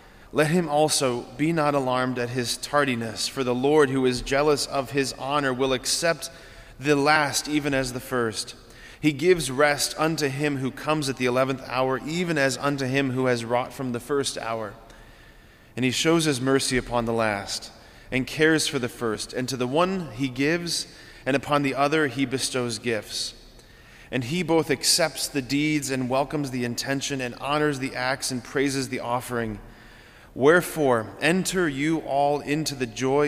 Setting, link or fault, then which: setting, large echoing room